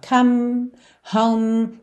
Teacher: Você termina a palavra com os lábios se encontrando